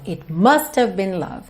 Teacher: A palavra tônica dessa frase é o must